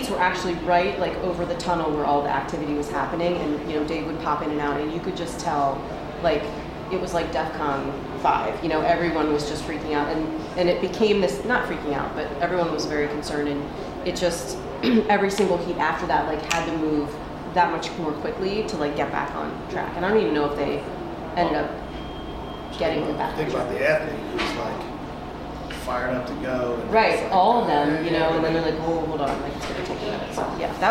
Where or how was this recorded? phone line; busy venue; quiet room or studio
busy venue